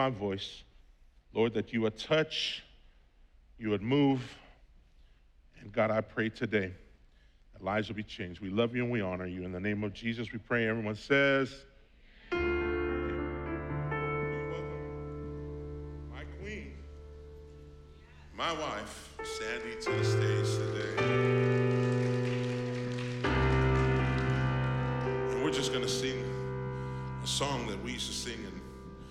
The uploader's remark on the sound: was preached on June 6th at the 8:30AM service